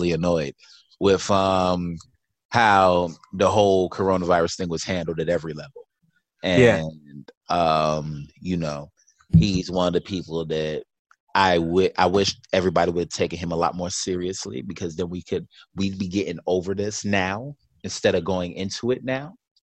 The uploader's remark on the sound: zoom chat for the first time since covid-19